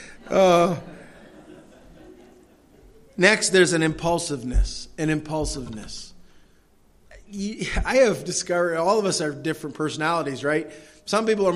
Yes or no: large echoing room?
yes